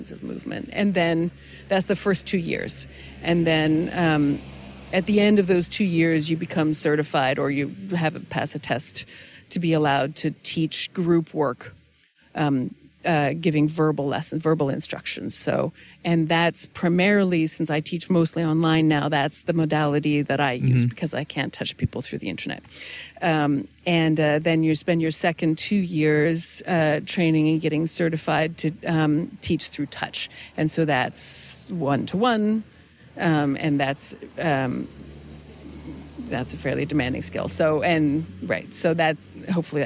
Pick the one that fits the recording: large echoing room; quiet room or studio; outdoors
outdoors